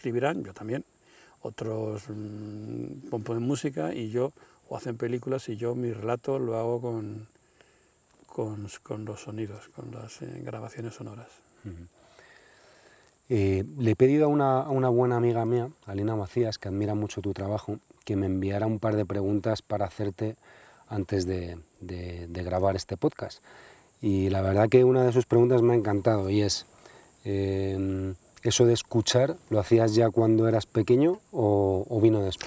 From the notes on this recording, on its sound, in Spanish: Lo grabamos en un bosque de la Sierra de Guadarrama una tarde de verano.